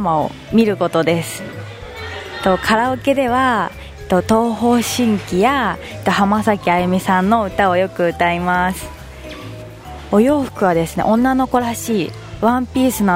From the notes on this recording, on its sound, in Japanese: 今回は新都心・DFSでの収録。